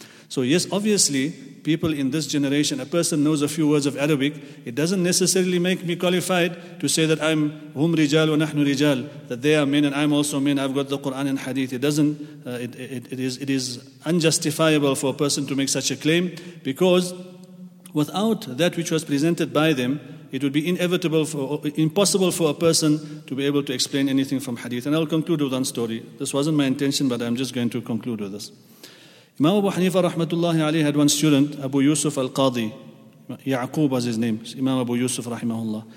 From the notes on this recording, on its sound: at the Houghton Masjid (West Street)